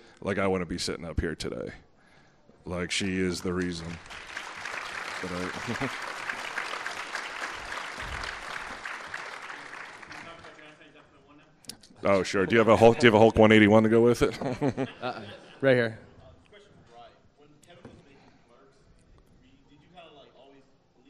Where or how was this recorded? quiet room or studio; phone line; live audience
live audience